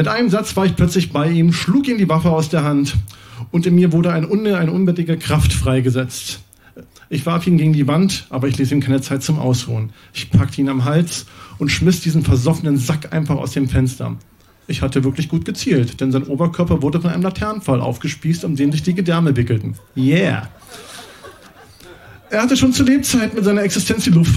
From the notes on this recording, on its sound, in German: Im Kulturhaus Insel der Jugend, Berlin Auswahl der Beiträge von der „texte von gestern“-Liveshow. Heißen Dank an das Kulturhaus Insel, unser tolles Publikum.